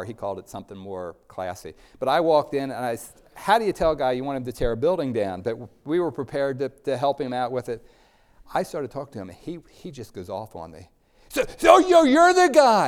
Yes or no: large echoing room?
yes